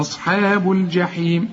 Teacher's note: الحاء مرققة في عموم القرآن، الصاد هي بس المفخمة. أصحاب الجحيم، الجحيم الجيم كل جيم في القرآن عطش، ما تقولش الجحيم، الجا الجا الجحيم.